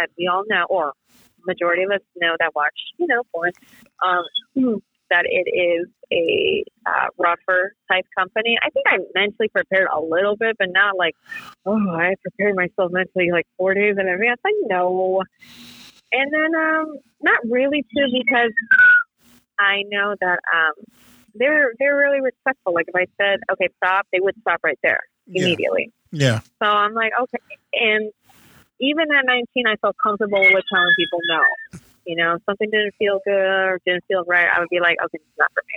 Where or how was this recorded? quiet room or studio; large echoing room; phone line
phone line